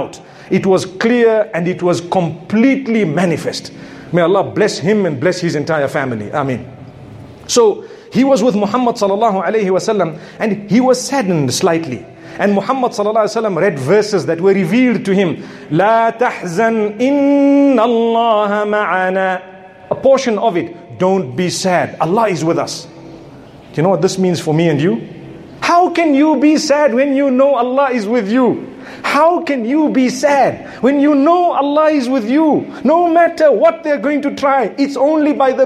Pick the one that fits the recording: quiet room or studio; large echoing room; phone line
large echoing room